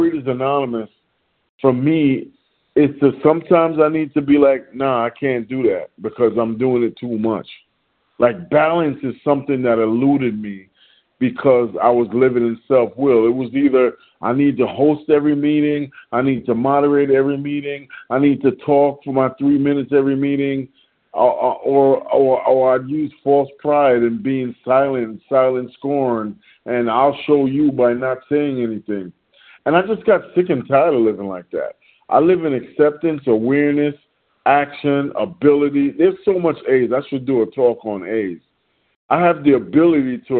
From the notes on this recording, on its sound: 100 Pounders Phone Meeting, 11/11/23